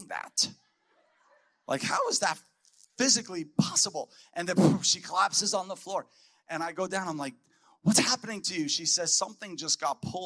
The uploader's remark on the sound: a powerful message spoken at our Voice of Freedom Prophetic Conference